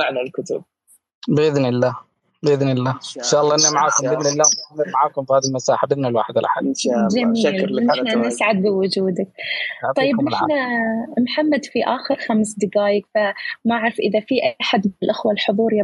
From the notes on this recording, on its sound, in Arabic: تسجيل لمساحة ابن رشد الأسبوعية على منصة تويتر